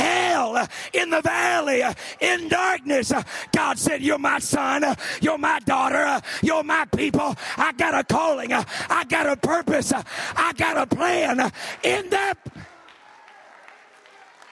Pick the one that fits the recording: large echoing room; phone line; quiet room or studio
large echoing room